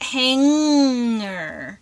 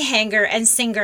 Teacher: You don't pronounce the hard G. · Shown in: first take · Term: ng sound